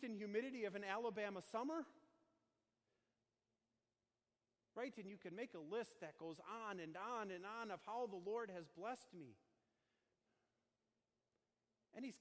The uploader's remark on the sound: Sermon delivered on Sunday, June 16, 2019, on Holy Trinity Sunday at Our Savior Lutheran Church in Birmingham, AL.